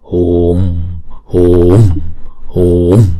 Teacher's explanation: chữ U kéo dài hai nhịp, bởi vì chữ U có dấu gạch ngang trên đầu